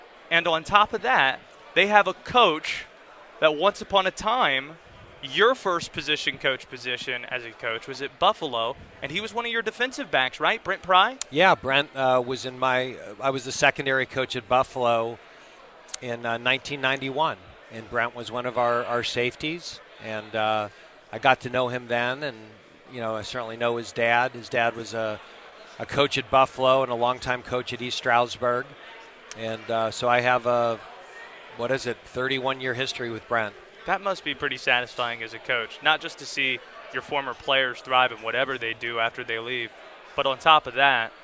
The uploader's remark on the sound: Live from ACC Kickoff in Charlotte